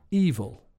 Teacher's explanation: a good example of how unstressed syllables are usually schwas or the uh sound